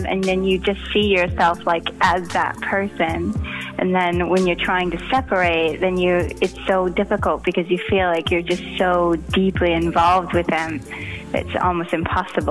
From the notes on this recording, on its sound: over the phone